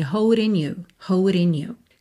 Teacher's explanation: O G de holding não é pronunciado? Juntamos pelo N